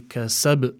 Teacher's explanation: Then you must give the qalqala in this particular word more emphasis, because the ba is at the end, so you would say kasab to add more emphasis for the qalqala.